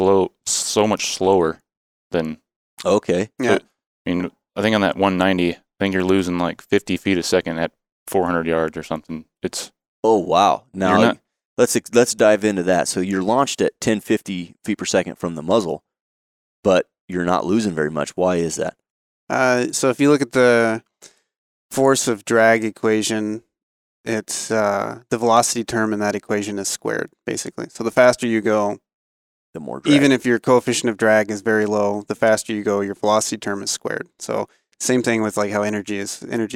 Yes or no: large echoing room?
no